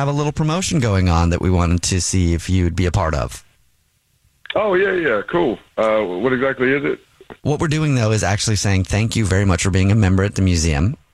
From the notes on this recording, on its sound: On the phone.